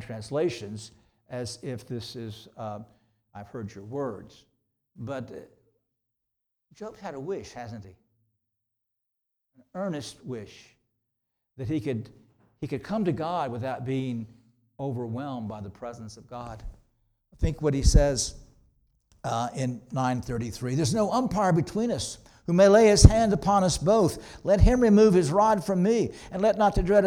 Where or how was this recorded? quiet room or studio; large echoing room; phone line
large echoing room